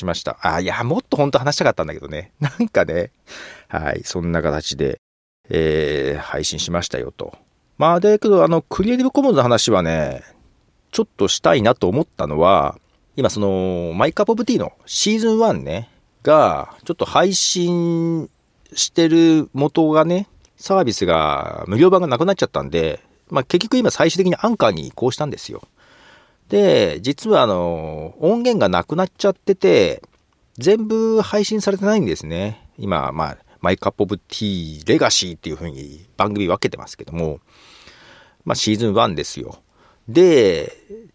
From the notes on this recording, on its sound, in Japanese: ひさびさに車内での録音。